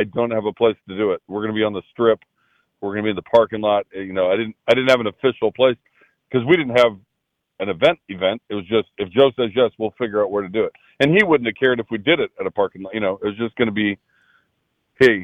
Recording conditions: phone line